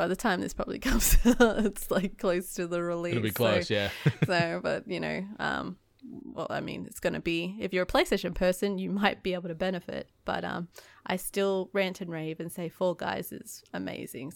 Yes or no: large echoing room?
no